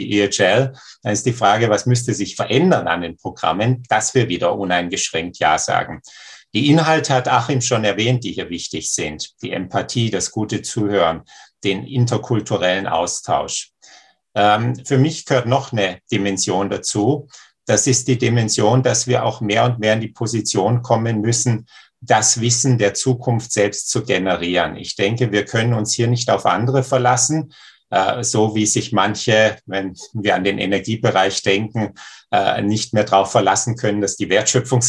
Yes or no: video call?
yes